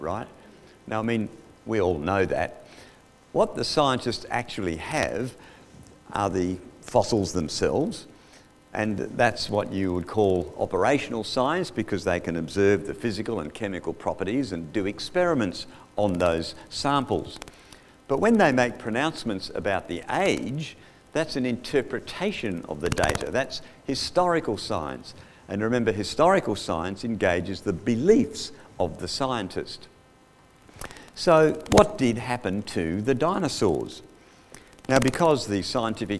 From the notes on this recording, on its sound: Audio recorded live at The King's Way Christian Fellowship, Wantirna, Melbourne, Australia.